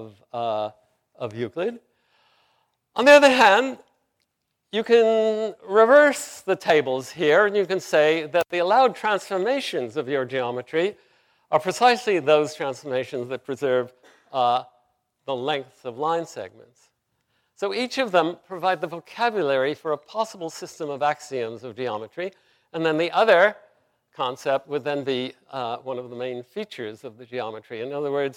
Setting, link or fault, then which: setting, large echoing room